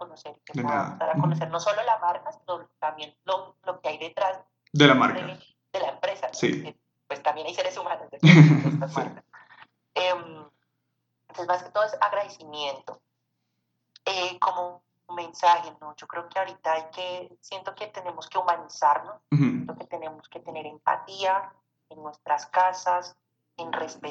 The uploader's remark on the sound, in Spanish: pido disculpas por la calidad del audio